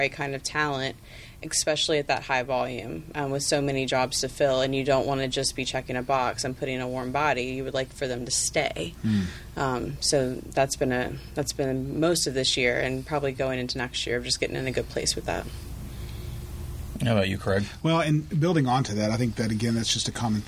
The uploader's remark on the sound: In this special episode recorded during CareerArc's EMBARC conference.